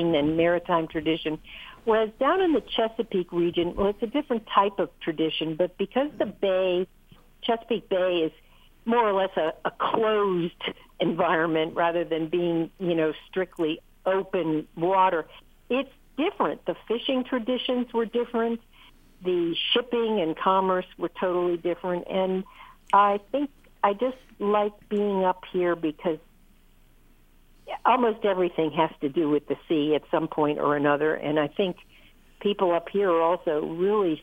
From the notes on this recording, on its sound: BoatTalk is the call-in show